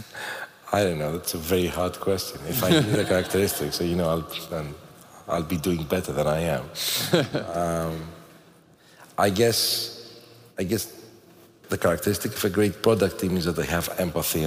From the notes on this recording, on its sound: At the Boston stop of the Inside Intercom World Tour